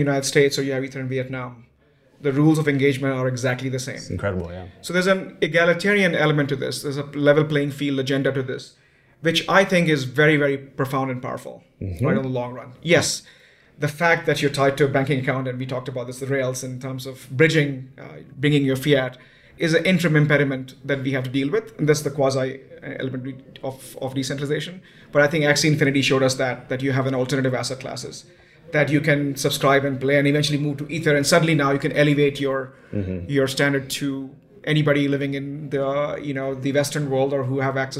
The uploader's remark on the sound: Coming to you from Davos Switzerland during the World Economic Forum 2022 conference